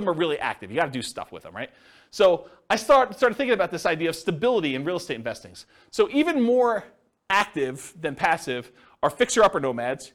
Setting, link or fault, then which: setting, live audience